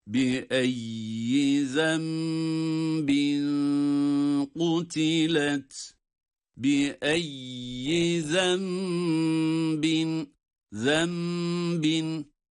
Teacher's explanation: İklap var yani nun mime dönüşerek zembin u derken ihfa ile de okuyoruz.